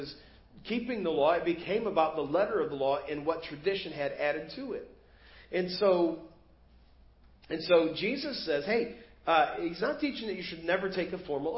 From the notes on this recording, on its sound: Preached at First Baptist Church of Hazel Park